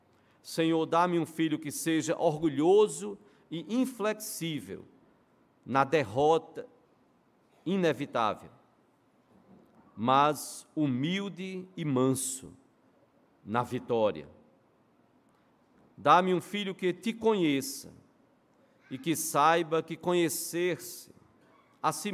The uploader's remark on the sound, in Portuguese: Culto matinal(9h) presencial e transmitido ao vivo no domingo (14/08/2022).